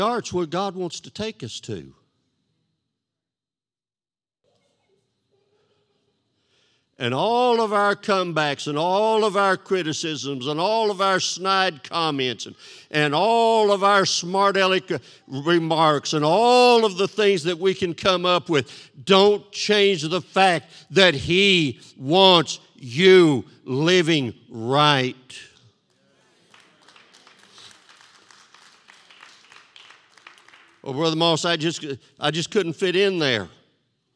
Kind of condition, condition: setting, large echoing room